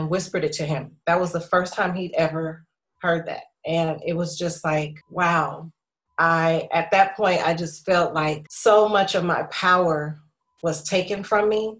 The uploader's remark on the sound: Zoom with co-workers